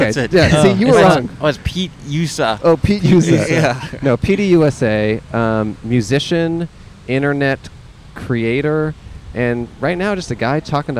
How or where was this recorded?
outdoors